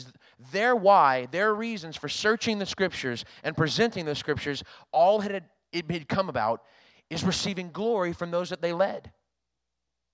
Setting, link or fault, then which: setting, large echoing room